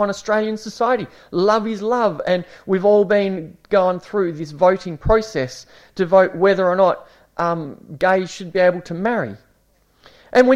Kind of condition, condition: setting, large echoing room